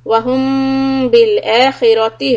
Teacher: Ikhfa shafawi. Put your lips together lightly and hum for two harakat.